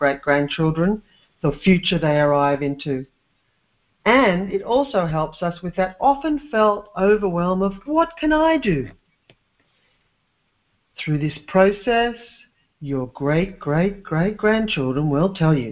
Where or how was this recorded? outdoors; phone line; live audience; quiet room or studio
phone line